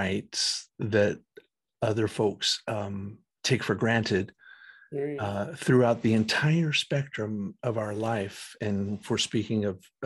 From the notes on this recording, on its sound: Recorded 1.17.2022 from Raleigh, NC & Richmond, VA on Zoom